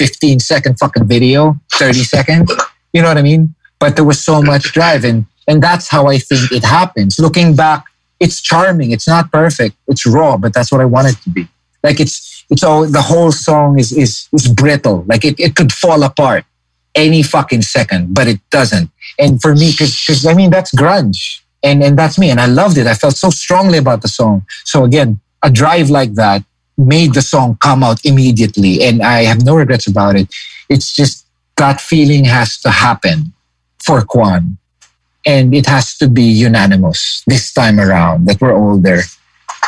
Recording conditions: video call